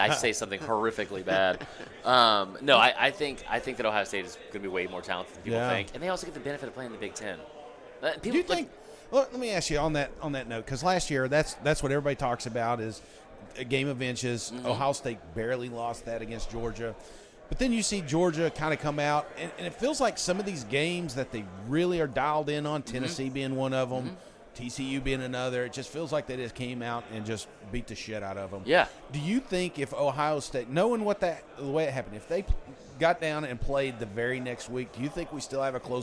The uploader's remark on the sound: live from 2023 SEC Media Days!